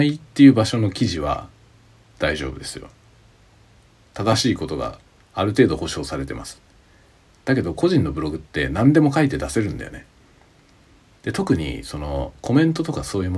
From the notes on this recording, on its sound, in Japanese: IPhoneだけで録音した回。